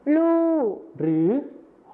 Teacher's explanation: ก็คือรอเรือในภาษาไทยมาตรฐานนะครับไปเป็นพยัญชนะต้นเดียวในภาษาถิ่นอีสานก็คือลอลิงกับฮอนกฮูกนั่นเองครับ